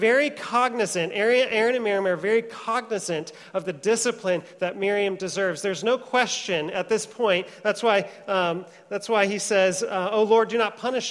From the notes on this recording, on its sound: Trinity Church, Puerto Rico.